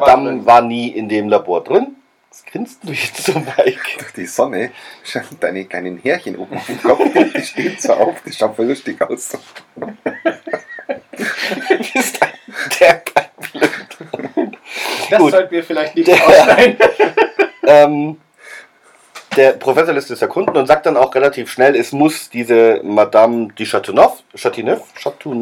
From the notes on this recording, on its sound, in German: Was man sowohl an der schlechten Tonqualit ä t (Laptop Micro) als auch an dem fehlenden durchdachten Ablaufplan merken kann.